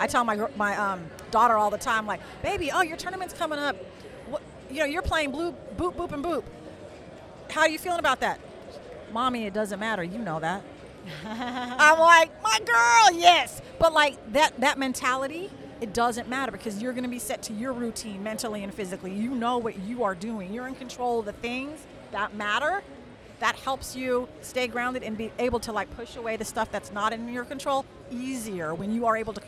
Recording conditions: busy venue